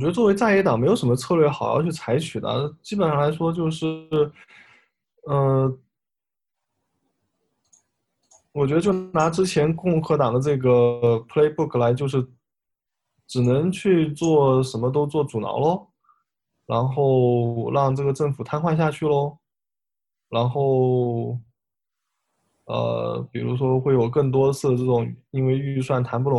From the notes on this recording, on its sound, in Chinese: 本次播客又是由区块链媒体平台Matters组织策划的在线圆桌。将在线圆桌做简单后期处理。